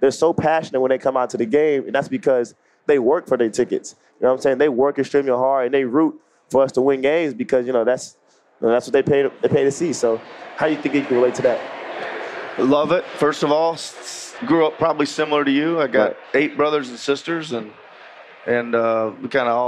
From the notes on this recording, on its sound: LIVE from NBACon at Summer League